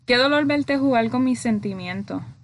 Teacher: Ella pronuncia la letra R como L, solo cuando la letra está en coda. Coda significa que la letra está en la última posición de una sílaba.